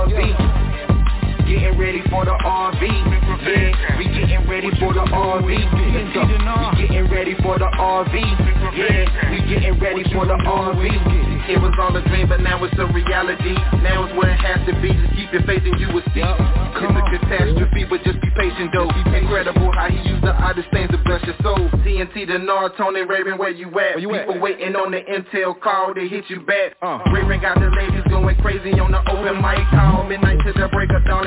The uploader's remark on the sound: TNTSuperfantastic Conference Call